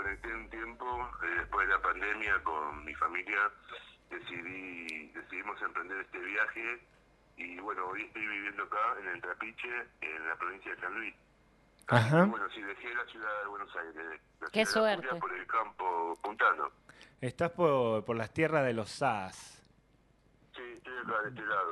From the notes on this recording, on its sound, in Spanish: Charla telefonica